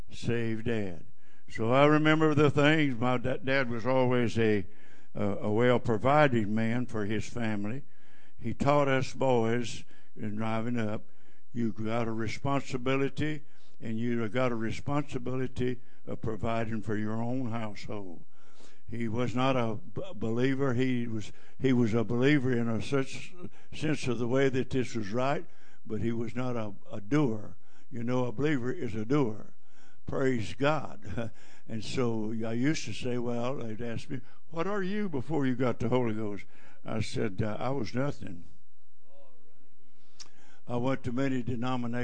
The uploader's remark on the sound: Preaches at JFPC Heritage Conference in Jennings, LA.